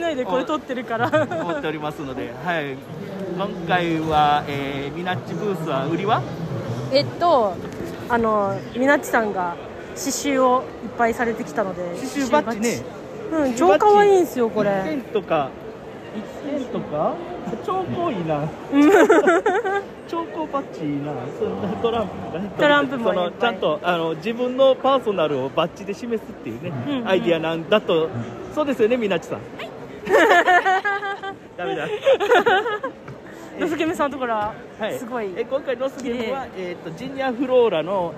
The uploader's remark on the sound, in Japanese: ゲムマ2023秋-会場より。ゲムマの会場で収録しました！